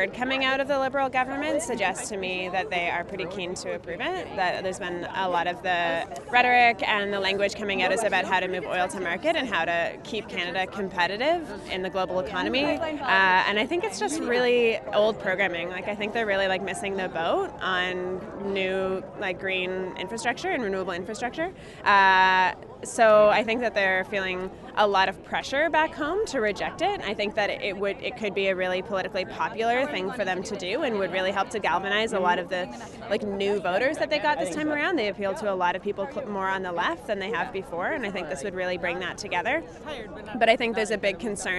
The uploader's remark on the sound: on the last day of the conference, we caught up with a few youth groups from around the world